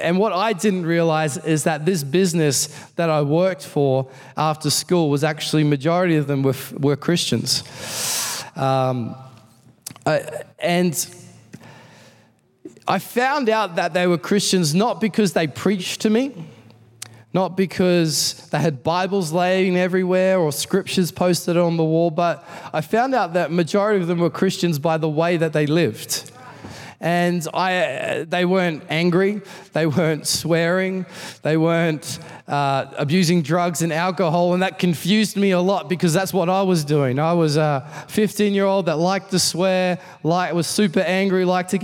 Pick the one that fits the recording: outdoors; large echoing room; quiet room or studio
large echoing room